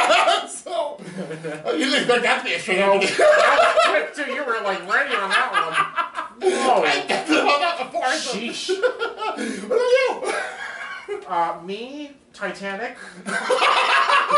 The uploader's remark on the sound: a live anniversary special at the Homewood Suites in East Rutherford, NJ